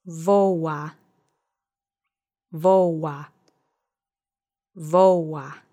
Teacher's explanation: Accent is on the first syllable.